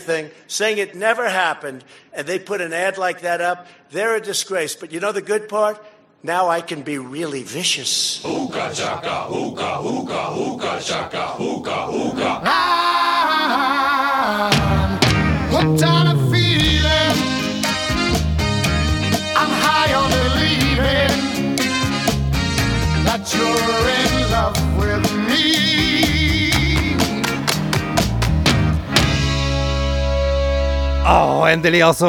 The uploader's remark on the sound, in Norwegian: Live fra Universitetet i Oslo. Spilt inn på Universitetet i Oslo.